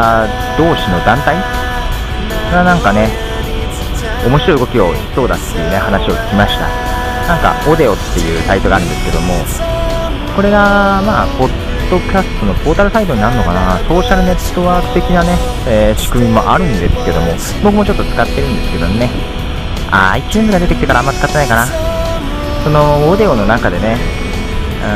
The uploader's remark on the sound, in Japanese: 初めてまともに Skype を使いましたよ。音質も普通です。普通の電話でした。(うるさくてすいませんでした)。